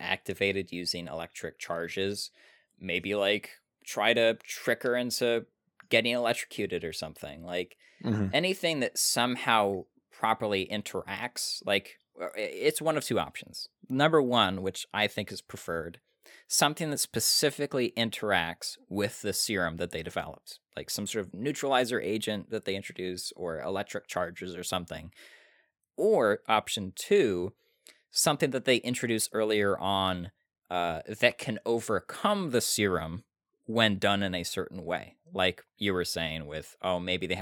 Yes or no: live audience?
no